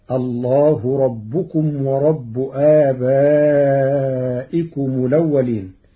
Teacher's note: قرأ ورش الكلمات الله ربكم ورب برفع هاء اسم الجلالة وباء ربكم ورب